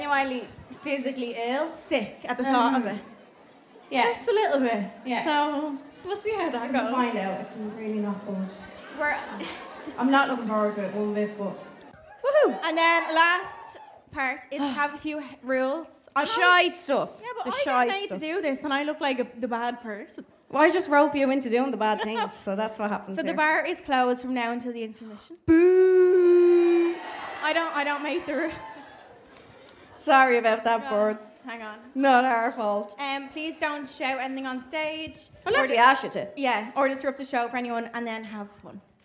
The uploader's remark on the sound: Hold My Drink LIVE at Vicar Street: 4th April 2023